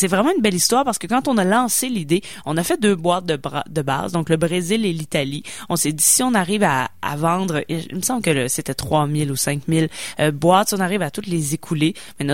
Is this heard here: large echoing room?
no